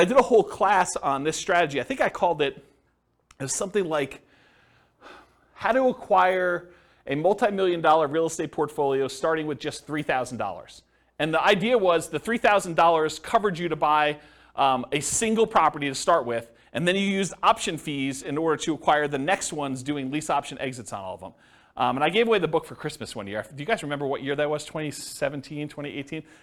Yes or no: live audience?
yes